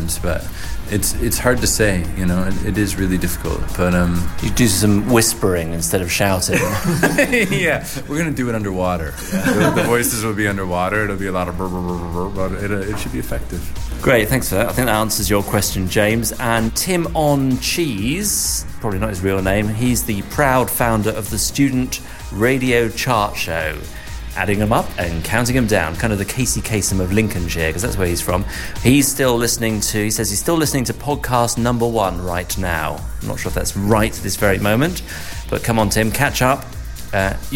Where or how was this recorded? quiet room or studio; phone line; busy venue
busy venue